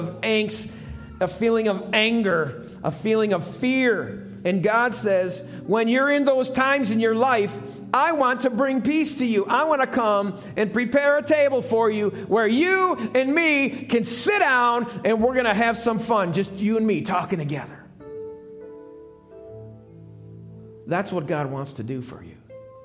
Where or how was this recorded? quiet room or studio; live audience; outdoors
live audience